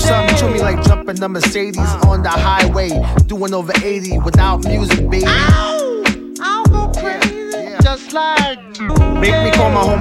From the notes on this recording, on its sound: Live at Le Cire Jaune Paris 23-03-17